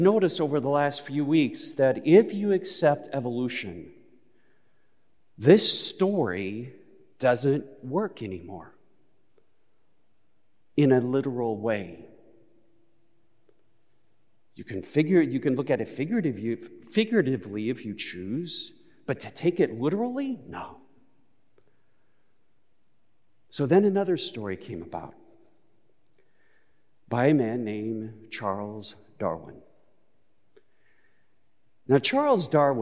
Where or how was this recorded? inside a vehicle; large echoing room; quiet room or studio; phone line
large echoing room